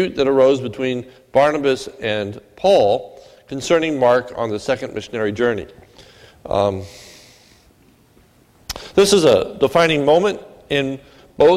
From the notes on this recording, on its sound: This is a sermon recorded at the Lebanon Bible Fellowship Church at the Lebanon Bible Fellowship Church in Lebanon, PA on 12/3/2017 during the evening service.